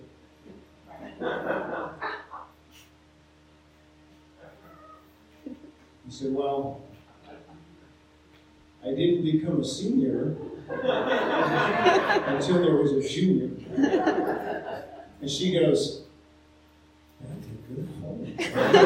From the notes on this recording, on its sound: Sorry for the poor sound quality on this episode.